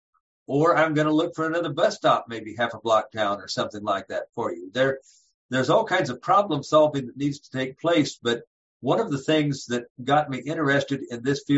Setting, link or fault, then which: link, video call